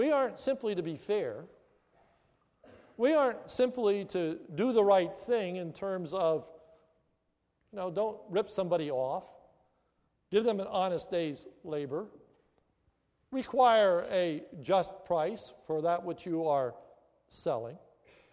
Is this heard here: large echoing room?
yes